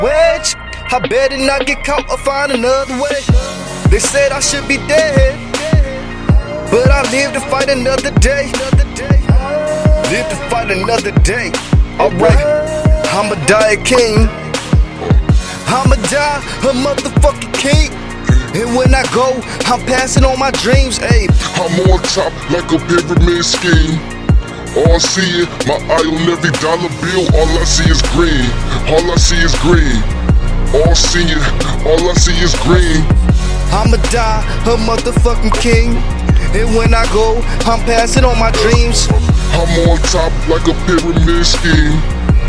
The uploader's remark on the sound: Recorded this track on my cell phone in my car